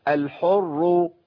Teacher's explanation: الراء المشدده بالضم دي تفخم يبقى الراء الاولى والثانيه الساكن والمتحرك مفخم